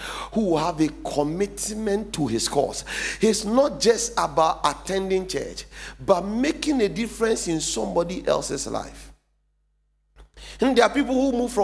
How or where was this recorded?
large echoing room